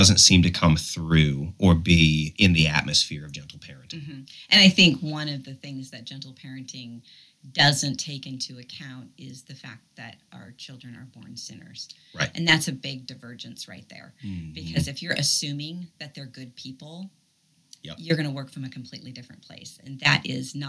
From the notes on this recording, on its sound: WE HAD SOME TROUBLE WITH THE AUDIO, WHICH IS UNUSUAL FOR US, BUT HOPE YOU ALL WILL BEAR WITH US.